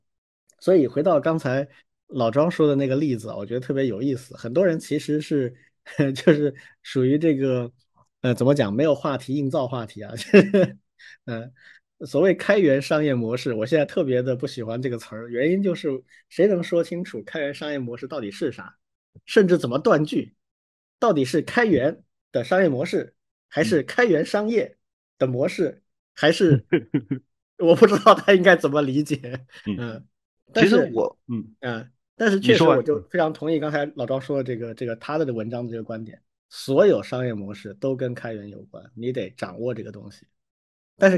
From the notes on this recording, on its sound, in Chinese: 这一期我们仨异地录制